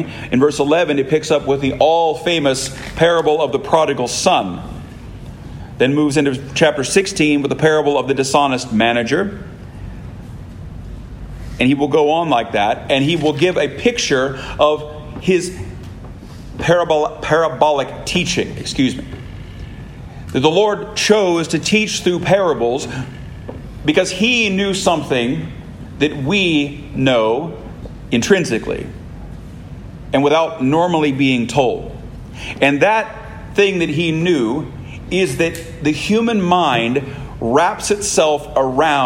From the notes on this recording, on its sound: This sermon was preached at Christ Church Anglican in Florence, KY